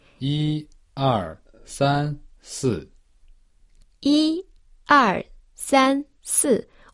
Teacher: Ouviu a diferença? Eles primeiramente sobem, estabilizam, sobem e descem, e depois desce tudo. · Term: quatro dons